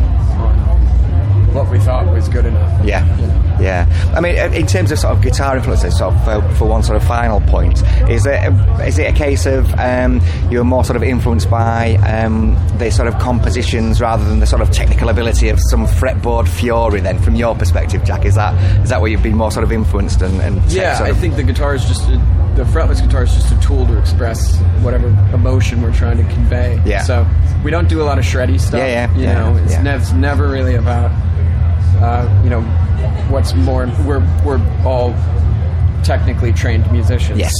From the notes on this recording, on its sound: TURS All Talk Leeds Festival. After a stellar set at Leeds Festival 2021.